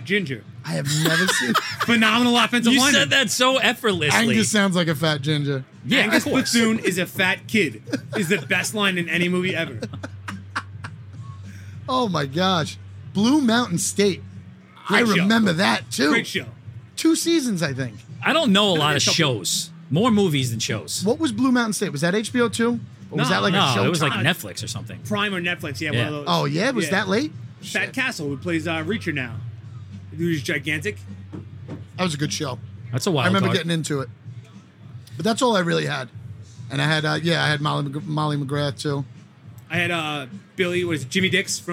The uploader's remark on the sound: drinking tiny cask beers at the Blue Point Cask Beer Festival